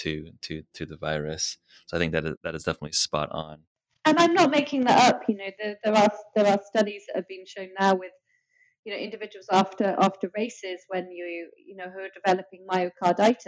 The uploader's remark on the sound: We apologize in advance for the less-than-ideal audio quality.